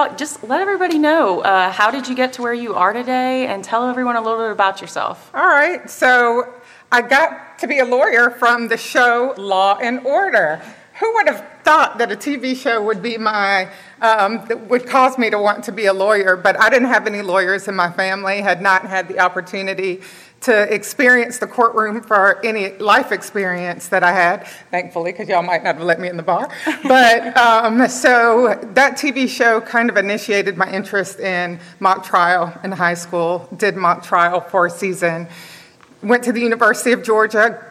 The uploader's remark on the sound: This episode is part one of a three-part recording at the 2023 Annual Meeting.